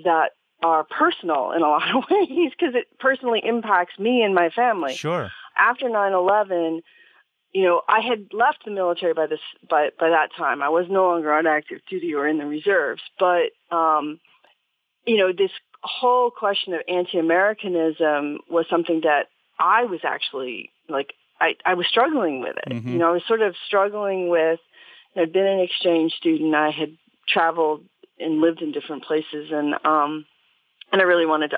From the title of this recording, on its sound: Listener Call 2